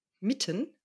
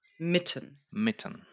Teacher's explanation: Es gibt dieses Wort mitten, das wird mit Doppel-T geschrieben und das zeigt uns, dass der Vokal kurz, kurz und auch entspannt gesprochen wird · Shown in: second take